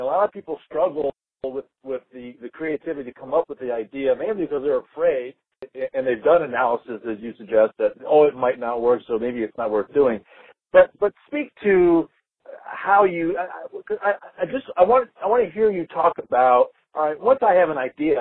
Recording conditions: phone line